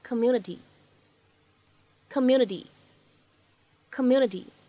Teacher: 字母 T 它呢在美式发音当中呢，由于前后呢都是元音因素，所以此时呢在美式发音当中，它是一个典型的闪音的处理